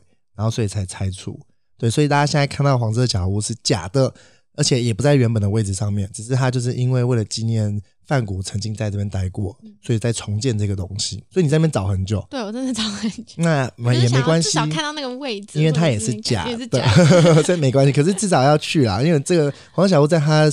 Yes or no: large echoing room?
no